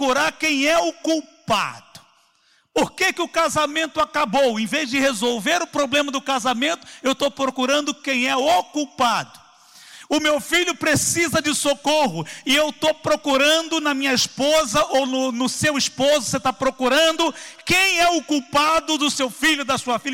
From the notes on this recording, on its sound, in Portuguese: CULTO AO VIVO